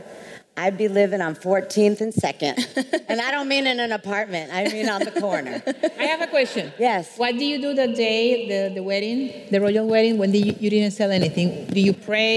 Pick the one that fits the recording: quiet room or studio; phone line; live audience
live audience